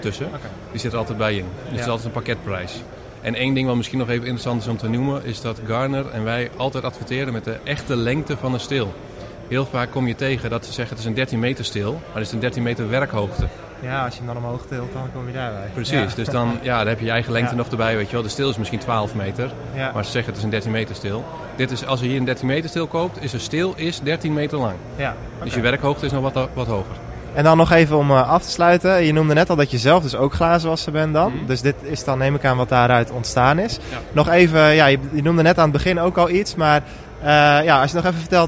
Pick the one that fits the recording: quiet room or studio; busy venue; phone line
busy venue